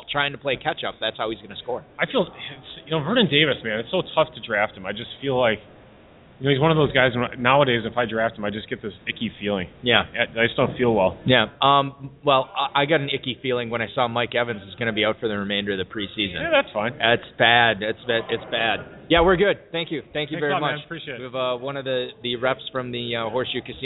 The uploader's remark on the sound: LIVE in Louisville at the Kentucky Fantasy Football State Championship. Broadcast remotely live at the Kentucky Fantasy Football State Championship (KFFSC).